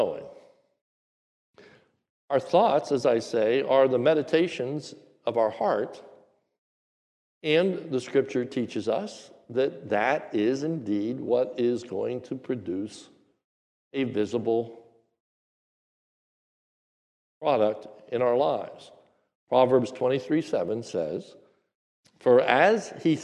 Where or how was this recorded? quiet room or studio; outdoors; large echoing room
large echoing room